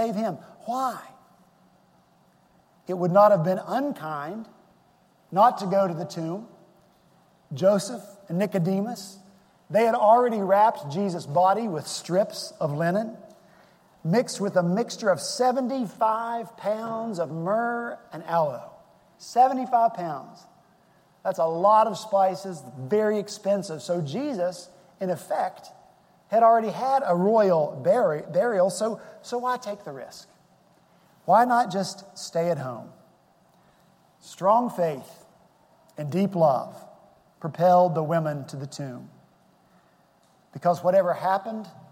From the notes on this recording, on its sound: Our Easter worship service at Redeemer Presbyterian Church in Charleston, SC